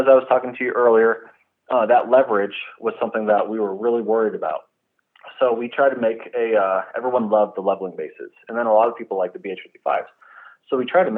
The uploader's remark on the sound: on the phone